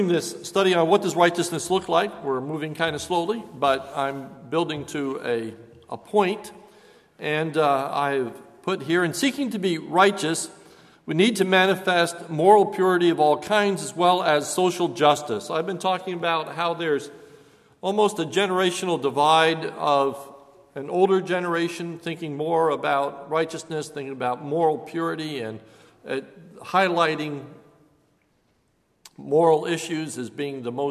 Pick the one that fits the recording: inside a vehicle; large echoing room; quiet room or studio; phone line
large echoing room